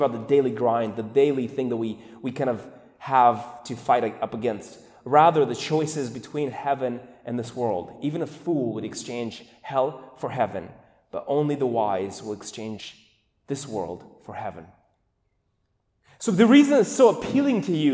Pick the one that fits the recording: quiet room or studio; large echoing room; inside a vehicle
large echoing room